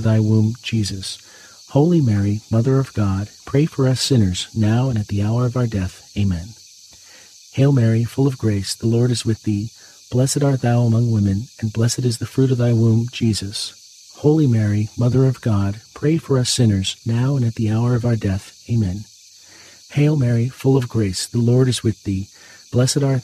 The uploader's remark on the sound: Get closer to nature and enjoy the soothing outdoor sounds of cicadas singing on a warm summer night alongside this Saturday rosary.